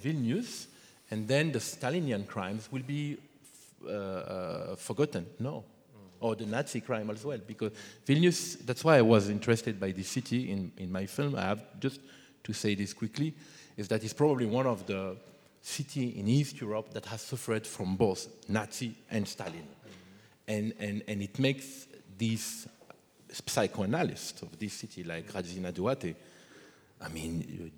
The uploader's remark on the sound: Lecture performance, dialogues, talk. In the oldest and largest anatomy lecture hall at Berlin’s Charité.